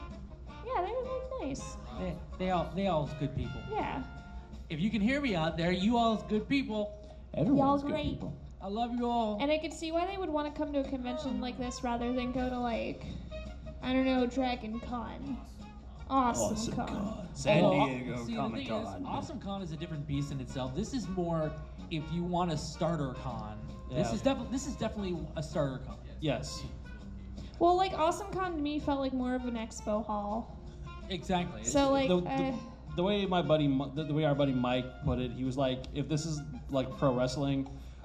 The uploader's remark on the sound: Live at Farpoint. We're live from Farpoint 2019!